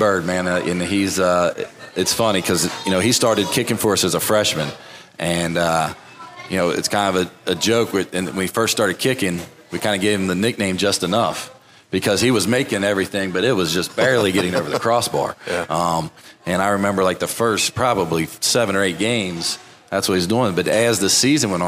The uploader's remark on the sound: The WCPO High School Insider Podcast is taking a road trip to the Fort Wright Chick-fil-A location.